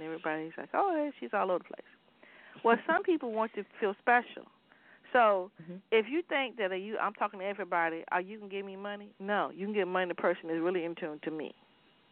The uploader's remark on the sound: A Chat in the Garden